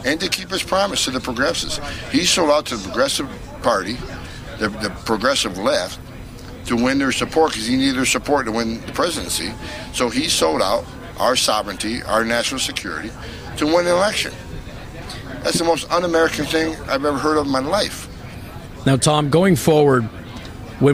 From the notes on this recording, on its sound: Live From Washington DC. FAIRus.org is hosting its annual 'Hold Their Feet To The Fire' conference and I'm broadcasting live from radio row.